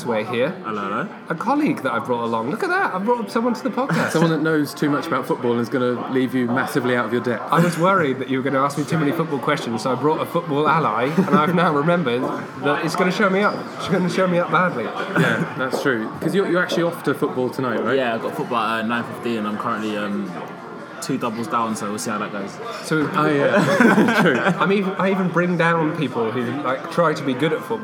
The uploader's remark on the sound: Sorry about the sound quality in the pub.